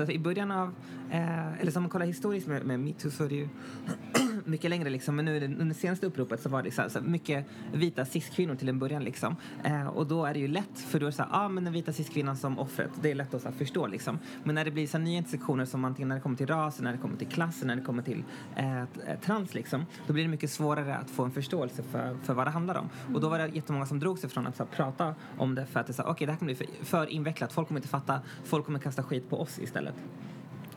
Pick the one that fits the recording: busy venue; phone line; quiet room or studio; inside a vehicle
busy venue